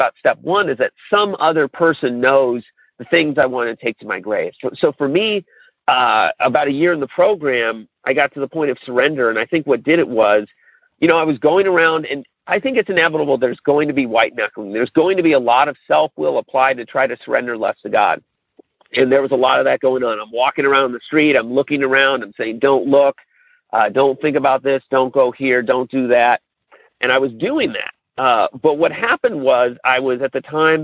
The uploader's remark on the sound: Monday Noon Phone Speaker Series